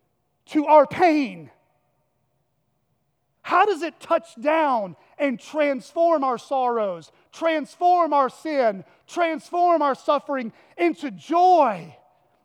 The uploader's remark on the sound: at Chaffee Crossing Baptist Church in Barling, AR